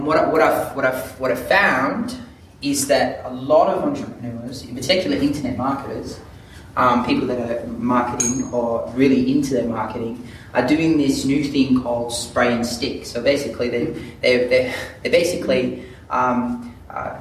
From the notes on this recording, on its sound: This is a live recording of a workshop. Workshop attendees use it to share their own stories.